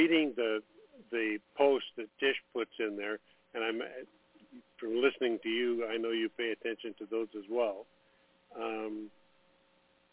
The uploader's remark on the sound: TNTSuperfantastic Conference Call.